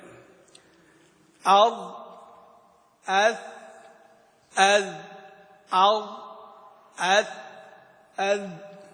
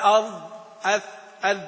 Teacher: والضاء والذال وثاء للعليا يعني الثنايا العليا من طرفيهما، يعني من طرف اللسان ومن طرف الثنايا العليا · Shown in: first take